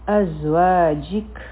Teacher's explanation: زا به مونږ داسې وایو چې په دې کې بزینګ والا آواز وي